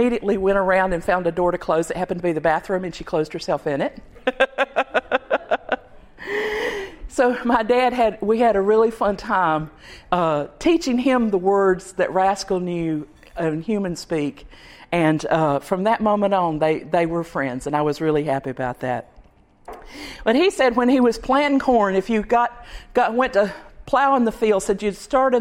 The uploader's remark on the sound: Recorded at Cup 22 at the Haw River Ballroom in Saxapahaw, NC